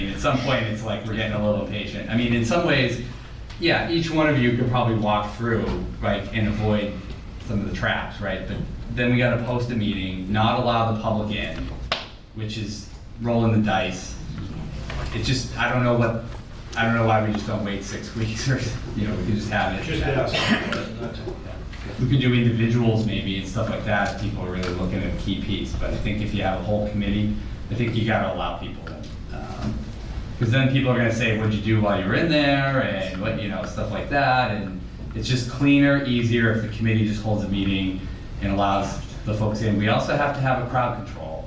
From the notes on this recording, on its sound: This session of the radio show shares the audio for the Davis Thayer Reuse Committee meeting held on Tuesday, August 15, 2023 in the Council Chambers.